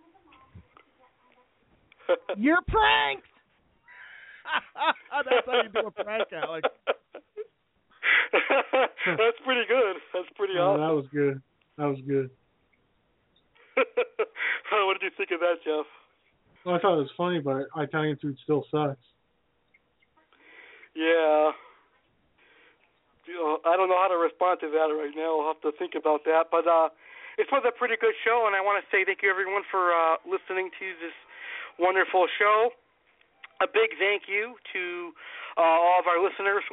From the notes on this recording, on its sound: LIVE PRANK CALLS.